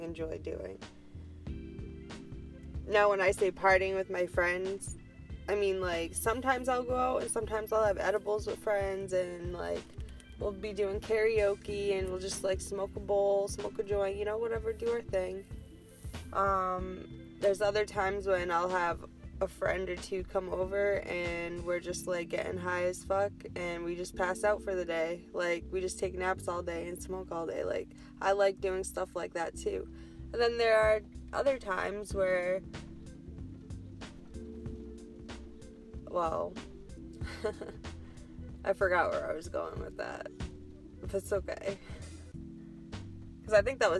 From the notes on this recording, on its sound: Smokin a bowl in my car.